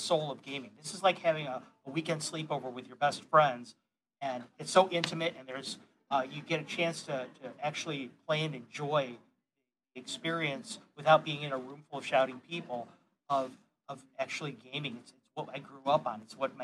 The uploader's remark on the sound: Live at Grogcon 23. Stream live for the last time while at Grogcon 23. The audio quality is as good as it can live in a big room.